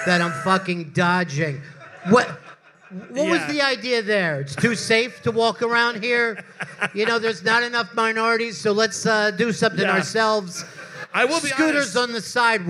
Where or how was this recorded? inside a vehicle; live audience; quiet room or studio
live audience